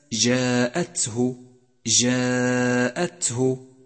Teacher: بينما جاء حرف الألف في كلمة جاءته، جاءته، جاء مرققا لأنه مسبوق بحرف مرقق وهو الجيم